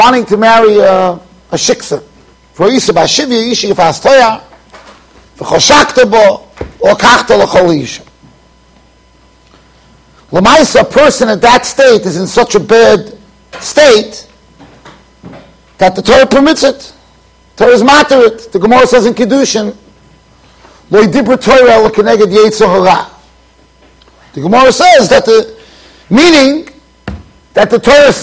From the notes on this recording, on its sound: Shiur recorded in Yeshivas Ohr Reuven, Monsey NY.